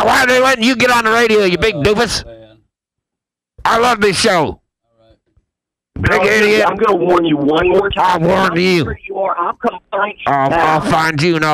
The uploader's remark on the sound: New caller call into the show, and he's on fire.